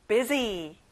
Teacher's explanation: S 발음은 Z 발음이랑 똑같이 나요.